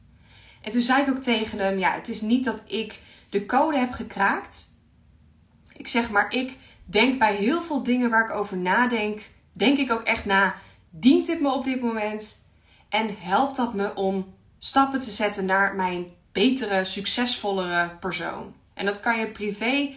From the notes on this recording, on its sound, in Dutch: Insta live opname. In deze Insta Live praat ik met je over geld..